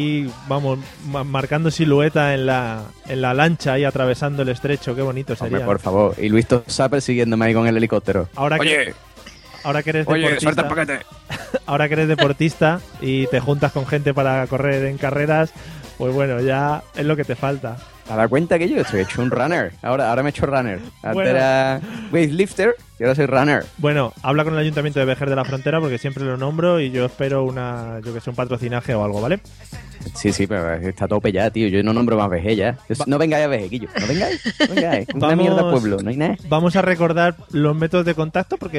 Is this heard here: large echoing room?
no